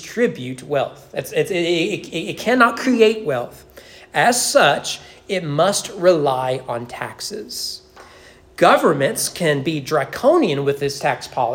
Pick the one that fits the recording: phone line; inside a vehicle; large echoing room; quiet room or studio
large echoing room